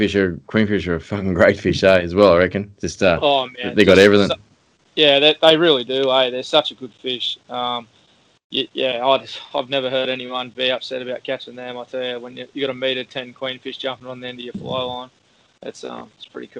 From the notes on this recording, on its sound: we call into tropical Cape York